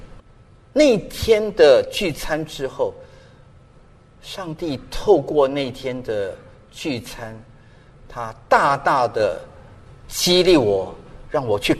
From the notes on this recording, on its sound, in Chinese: 本节目是由台北信友堂提供的主日崇拜现场实况录音。由良友电台剪接制作。